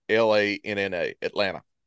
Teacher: there's no T in Atlanta